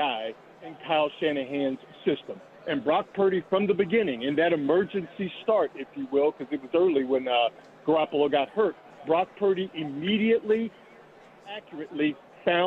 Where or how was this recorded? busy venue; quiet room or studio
busy venue